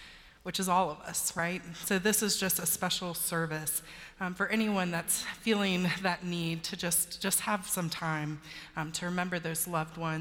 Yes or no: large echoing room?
yes